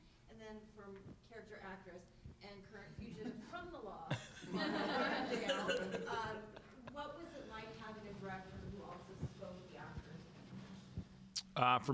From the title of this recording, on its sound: at The Hollars Press Conference